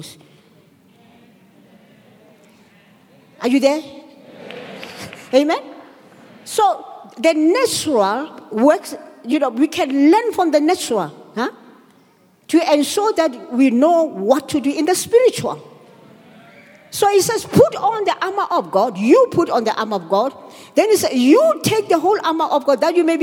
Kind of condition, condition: setting, large echoing room